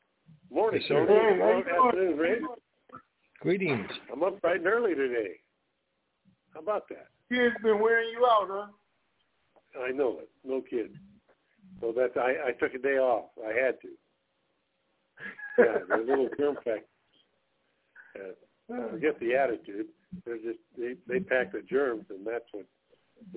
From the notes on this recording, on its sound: TNTSuperfantastic Conference Call